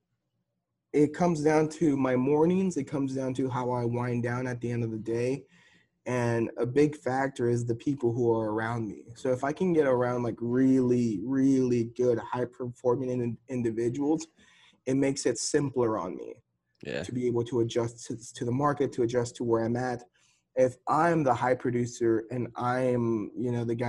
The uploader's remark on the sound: We're just in key west Florida hanging out at the knock event. Just hop on the zoom and finally making it happen.